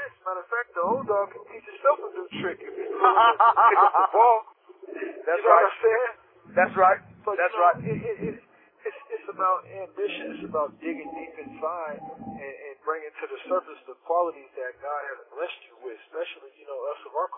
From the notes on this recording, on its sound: We sincerely apologize for the audio quality of this podcast episode.